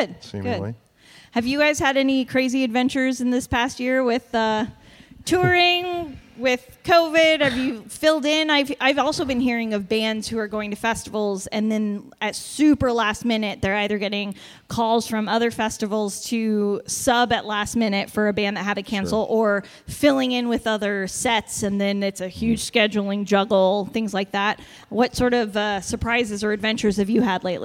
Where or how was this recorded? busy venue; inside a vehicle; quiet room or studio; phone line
busy venue